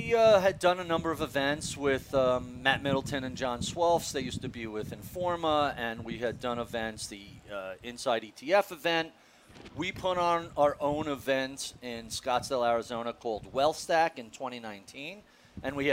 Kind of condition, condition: setting, busy venue